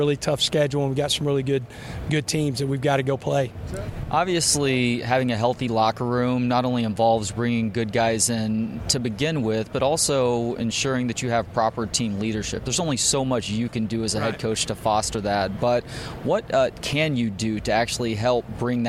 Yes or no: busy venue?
yes